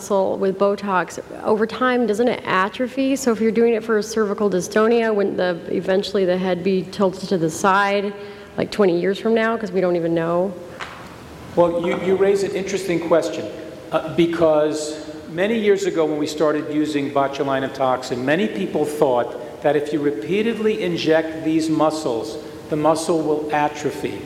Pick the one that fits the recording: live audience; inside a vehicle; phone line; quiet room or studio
live audience